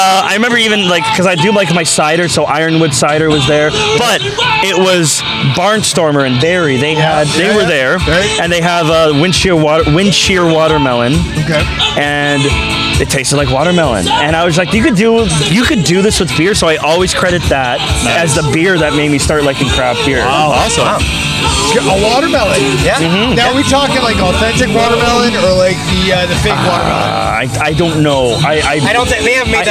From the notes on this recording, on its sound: We are back at it again with a stop in Cambridge, Ontario for Octob...sorry Oaktoberfest! Live again, we had a wonderful opportunity to come out to the first Oaktoberfest put on by Reverence Barrel Works and Brolly Brew Co.